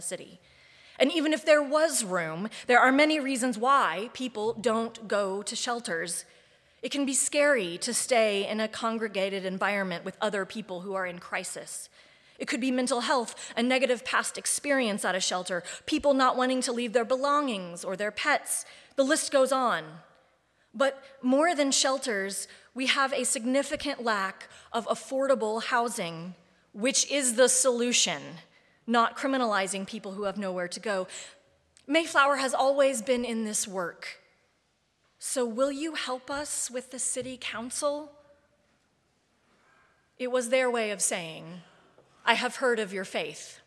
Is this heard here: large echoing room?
yes